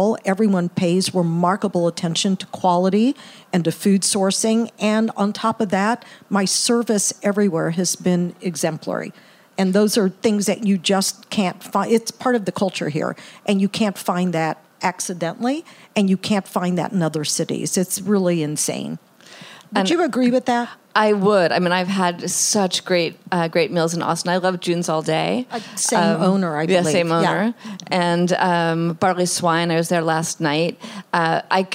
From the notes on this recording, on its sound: at SXSW for the first ever live broadcast of the show